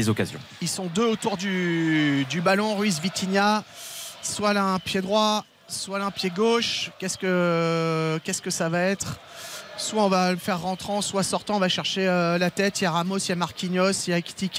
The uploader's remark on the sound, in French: en direct du stade de l'Aube